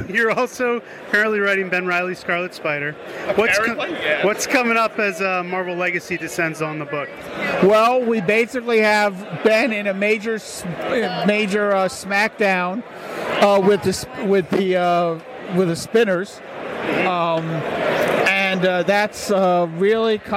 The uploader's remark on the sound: NYCC 2017 - Artists Alley Day One. Share stories from the convention floor.